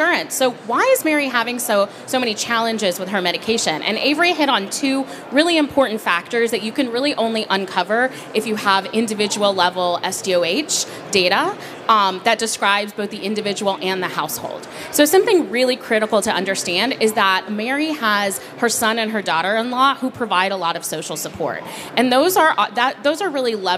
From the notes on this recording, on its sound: In-booth session at HIMSS 2023. This session is an interactive fireside chat, encouraging audience participation.